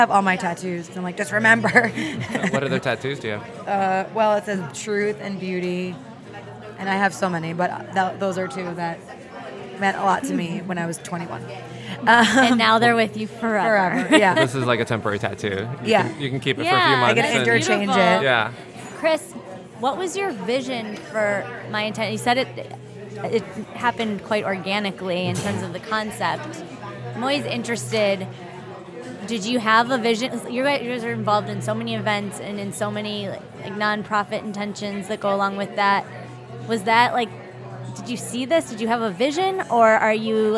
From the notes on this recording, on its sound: Go on location at their favorite Los Angeles plant based food mecca, Cafe Gratitude.